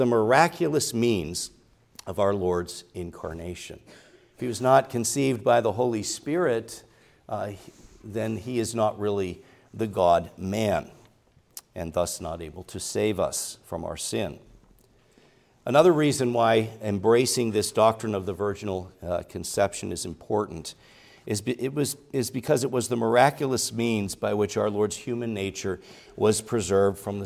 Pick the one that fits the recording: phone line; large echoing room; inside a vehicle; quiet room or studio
large echoing room